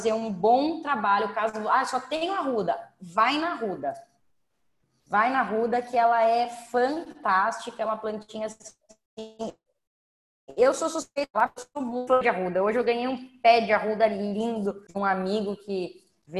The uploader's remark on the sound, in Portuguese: Aula gravada pelo zoom.